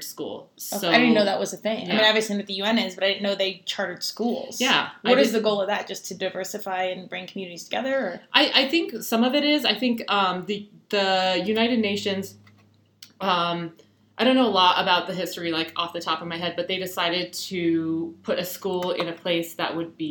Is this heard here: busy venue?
no